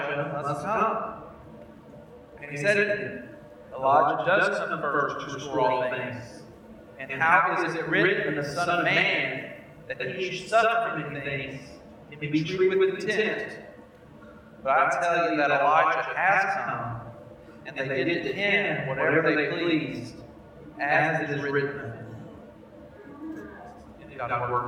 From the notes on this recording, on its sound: We apologize for the audio quality of this episode. We experienced technical difficulties during this recording which we hope to resolve before next week's recording.